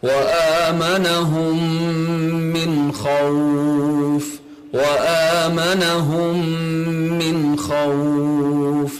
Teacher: لأن النون الساكنة أتى بعدها خاء، والخاء من الأحرف الحلقية، أحرف الإظهار